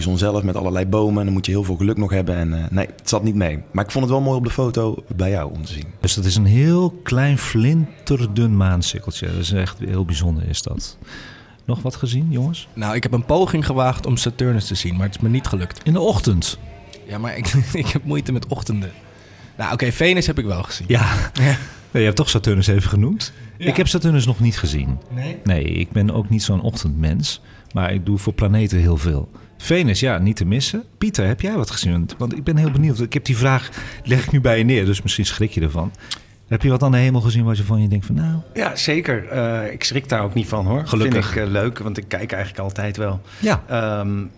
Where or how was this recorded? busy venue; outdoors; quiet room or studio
busy venue